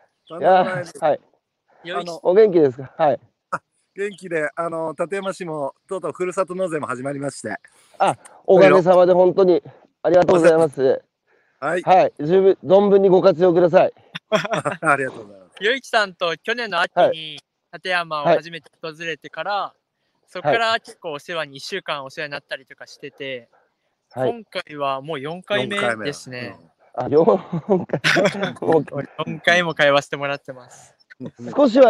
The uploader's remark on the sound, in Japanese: 歩きながら1時間、対談する